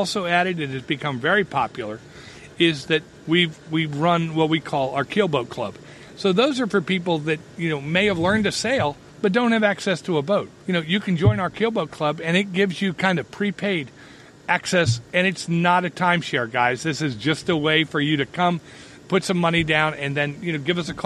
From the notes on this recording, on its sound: Annapolis Sailing School. Went down to the school and sat on a deck overlooking the Severn River and Back Creek.